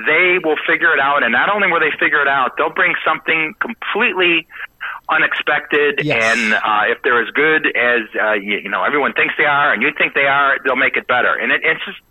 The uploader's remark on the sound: joins in for a phone interview